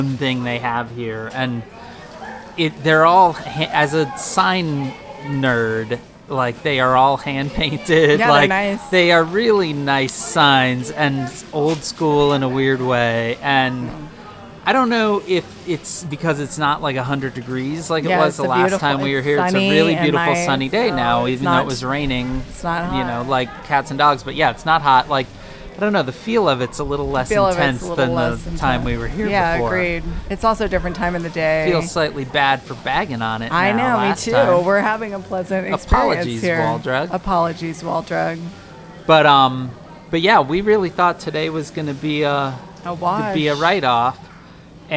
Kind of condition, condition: setting, busy venue